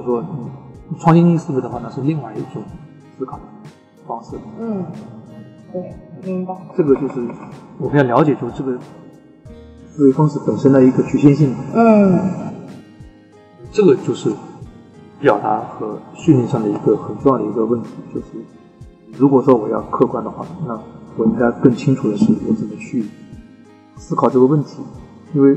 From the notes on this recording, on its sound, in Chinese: 这期节目因为是6月青训营课程结束后，直接在大课场地录制，因为会场过大导致收音效果不好。我们试图找了专业的外包工作室进行修音，也尝试通过AI翻译转文字，虽然真的尽力了，但效果都不尽人意。